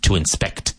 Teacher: With the emphasis on the second syllable.